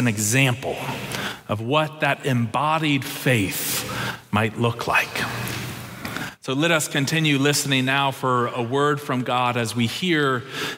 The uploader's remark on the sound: Preached October 9, 2022 in the Traditional and MorningSong Worship Services.